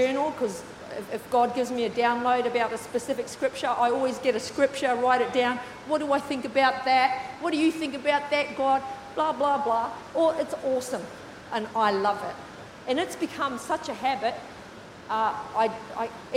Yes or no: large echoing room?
yes